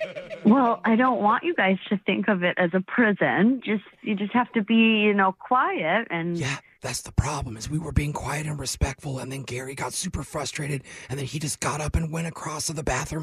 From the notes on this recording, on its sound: In today’s new Phone Tap, we call a librarian